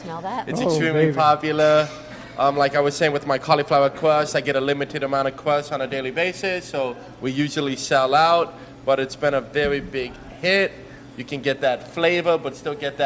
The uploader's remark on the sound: Join us for some Pizza Fun from the Pizza District in Boca Raton Florida. We had a huge crowd and made many new friends.